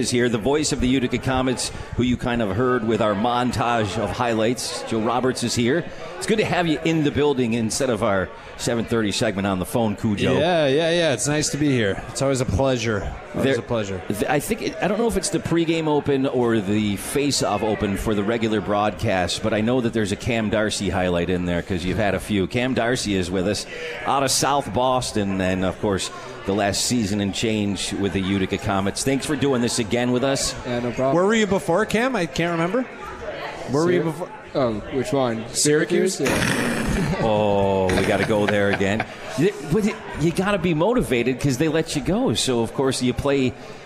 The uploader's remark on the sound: live from the 72 Tavern